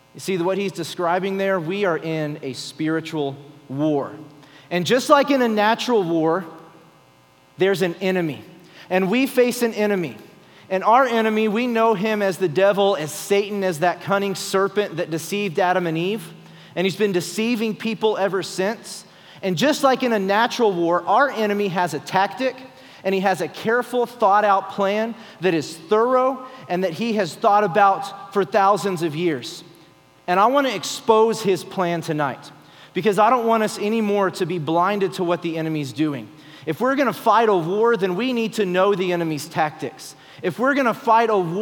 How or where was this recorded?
large echoing room